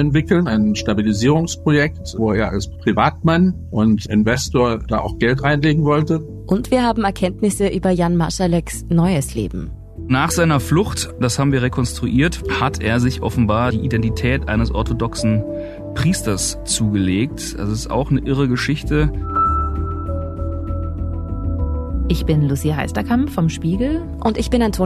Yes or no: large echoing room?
no